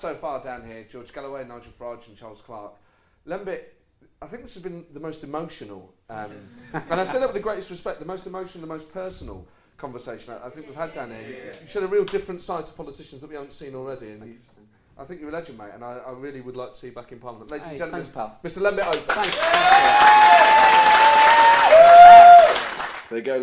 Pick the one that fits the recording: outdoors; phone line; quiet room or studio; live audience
live audience